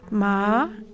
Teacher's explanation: The second tone, which is a gentle upward gliss